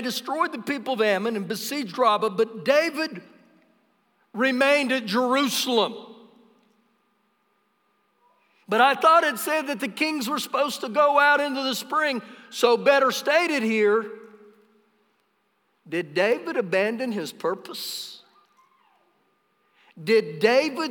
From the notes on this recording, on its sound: Recorded live during our Sunday morning service